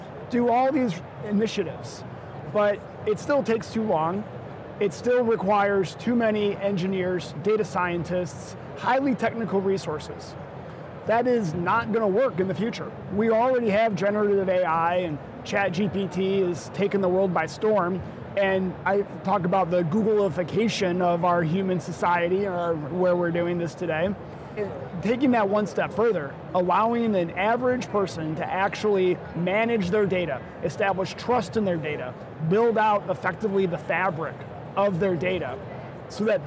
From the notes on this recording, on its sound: Today on the Conference channel, it’s an Interview in Action live from HIMSS 2023.